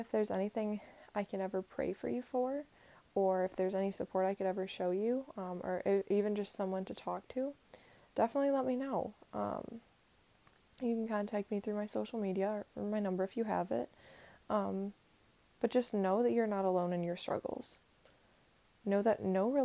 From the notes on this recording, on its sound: my mic was rubbing up against my sweater a little bit, so sorry!